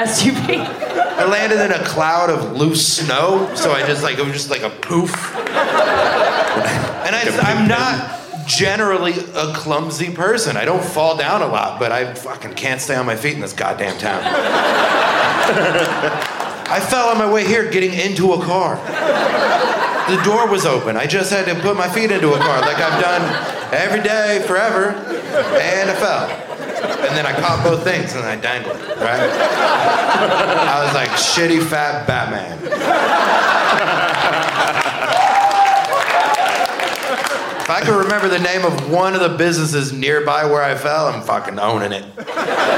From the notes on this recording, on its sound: Live once again from the Traverse City Winter Comedy Arts Festival